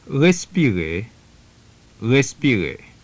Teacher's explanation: It's very soft and pronounced at the back of the throat. The tongue does nothing. It's simply all in the back of the throat in a very gentle sound, such as in respirer, respirer. · Term: R is not rolled